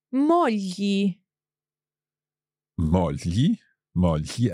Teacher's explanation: we're hearing that little breath sound coming down the side of our tongue